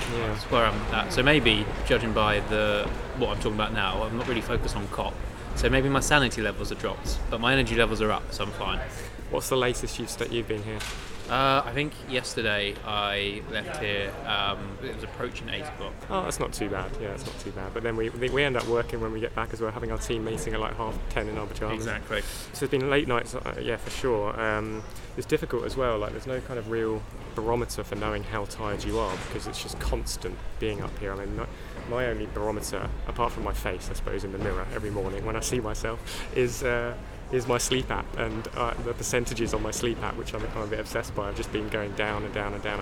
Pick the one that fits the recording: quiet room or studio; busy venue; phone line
busy venue